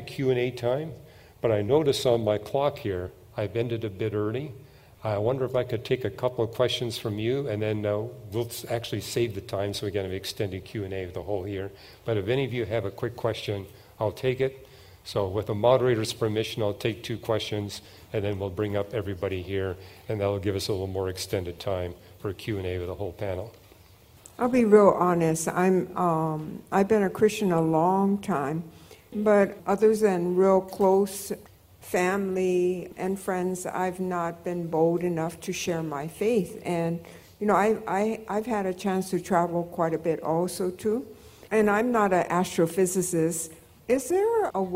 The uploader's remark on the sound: At the 2023 Evidence and Answers conference